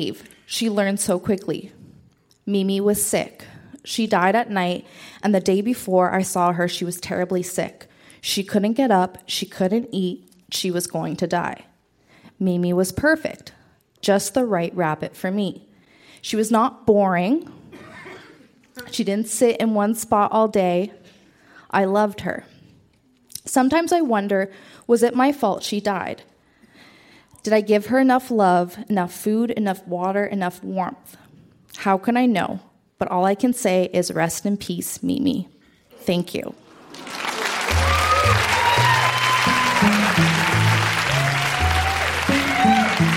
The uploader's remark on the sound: Recorded live at The Royal Cinema in Toronto.